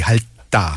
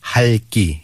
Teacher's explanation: even though there's liu and tiat, you only pronounce the liu